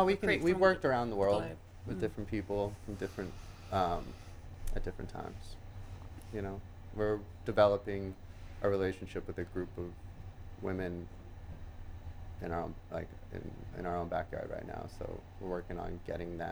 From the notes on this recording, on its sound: Recorded at 5 Carlos Place at Frieze Los Angeles